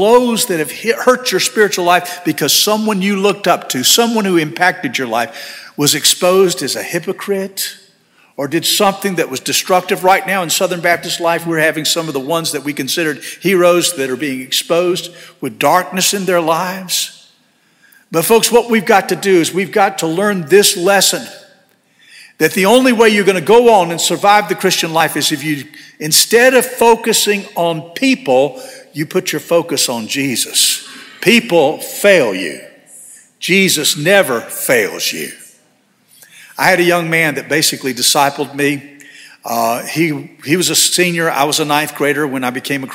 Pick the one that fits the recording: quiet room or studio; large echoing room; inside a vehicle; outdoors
large echoing room